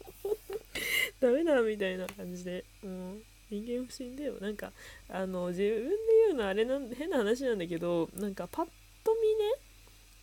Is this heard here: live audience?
no